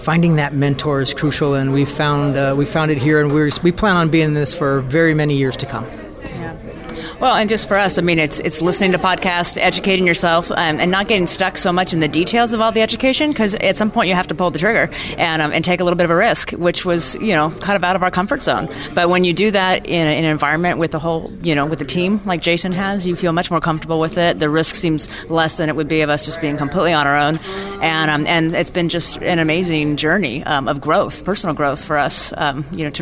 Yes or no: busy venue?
yes